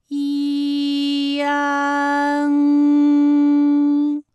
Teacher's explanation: 舌位只降到半低前元音 i 的位置就开始升高，发 i 后软腭下降，逐渐增强鼻音色彩，舌尖迅速移到上齿龈，最后抵住上齿龈，做出发鼻音呢的状态。大家可以跟我来感受一下啊，一安，哎，这三个音发完整，我们每一个状态呢都能知道它的音的流向，当然最后一定还是要归到鼻音呢才算是发完整。好，大家一起来跟我来发下面这组词，艰险，艰险，简便，简便，连篇，连篇。好，我们继续再来发乌安。乌安的发音的时候呢，是从圆唇的后高元音乌开始，口型迅速的由合口变为开口状，舌位向前迅速滑降到不圆唇的前低元音啊的位置呢就开始升高，发啊后软腭下降，逐渐将鼻音色彩增强，舌尖迅速移到上齿龈部，最后抵住上齿龈，发出鼻音呢的状态。看啊，大家感受一下从合口改为开口状的状态，弯，是不是先从合口，然后最后变成了一个